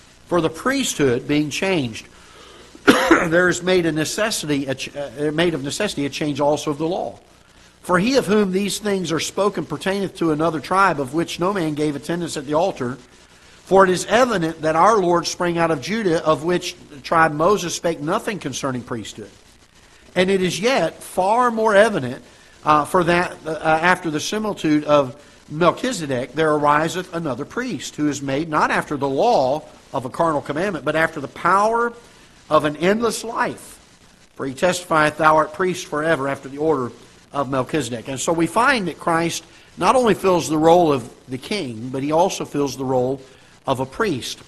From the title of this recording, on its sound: Ketha Heights Baptist Church ~ Live Broadcast